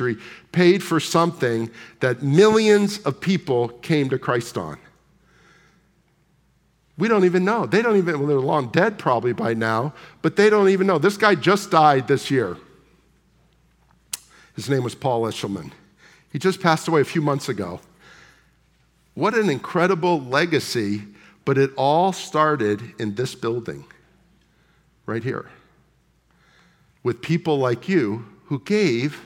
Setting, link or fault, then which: setting, large echoing room